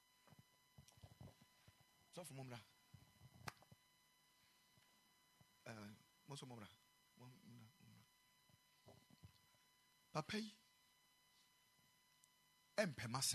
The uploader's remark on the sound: Preached at the Ekklesia Chapel